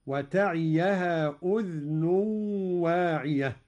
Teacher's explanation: قرأ قالون بإسكان الذال على التخفيف هكذا: وتعيها أذن واعية.